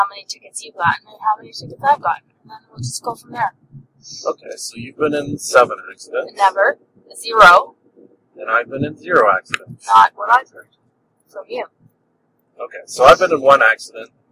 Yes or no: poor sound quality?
yes